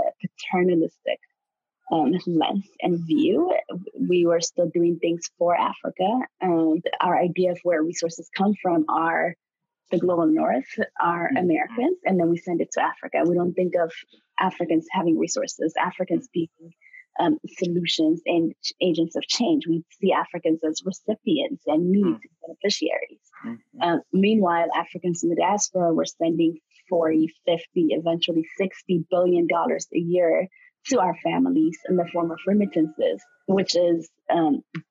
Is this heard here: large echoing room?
no